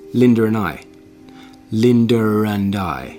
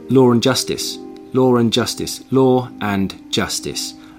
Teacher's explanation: I add an R in to link them. So Linda and I, Linda and I, Linda ran, Linda ran I.